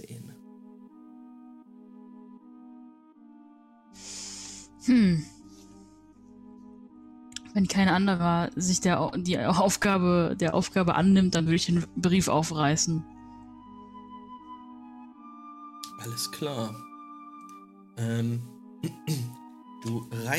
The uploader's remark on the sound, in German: (… entschuldigt sich für sein schwaches Stimmchen, das nervige Rauschen und gelobt Besserung).